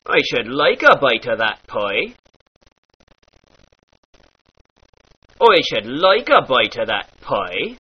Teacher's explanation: the long I sound in words like fight becomes an oi sound, almost like in toy. Therefore, I should like a bite of that pie turns into I should like a bite of that pie.